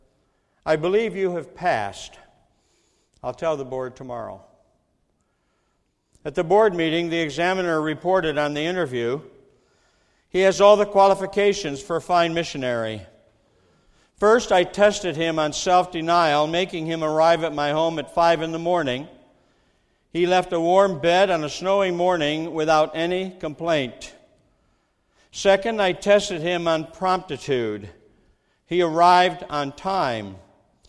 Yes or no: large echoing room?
yes